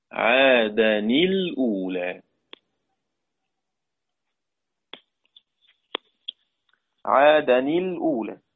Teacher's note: طيب، والأولى أولها لام ساكنة، همز الوصل لا ينطق. فعند نطق عادا لابد من كسر النون لالتقاء الساكن.